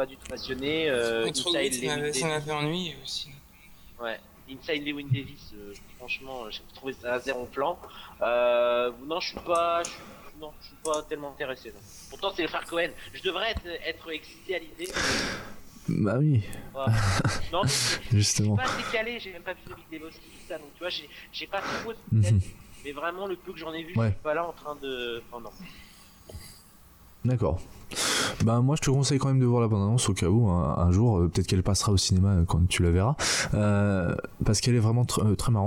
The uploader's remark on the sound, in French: Nous avons eu un gros problème d’enregistrement de ce fait la qualité sonore n’est pas la meilleure qui soit.